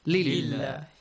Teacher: when you join li with the word Allah, Hamzatul Wasl will be omitted. So li Allah becomes lillah.